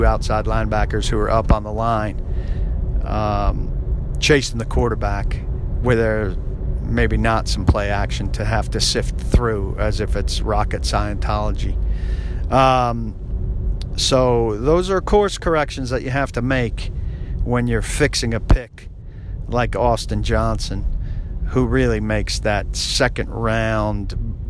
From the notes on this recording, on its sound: driving around Nashville